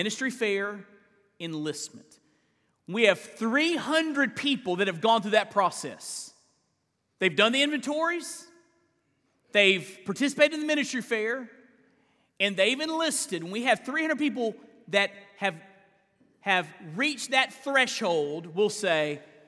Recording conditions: large echoing room